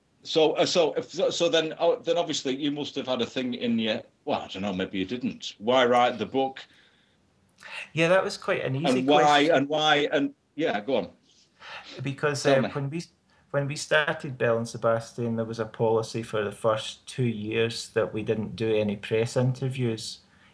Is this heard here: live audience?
no